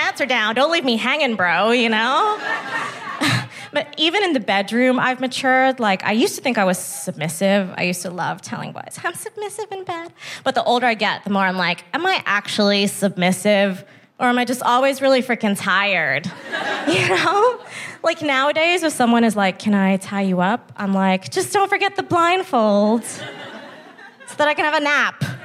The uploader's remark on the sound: Recorded 16 September 2022 at 21Soho in London.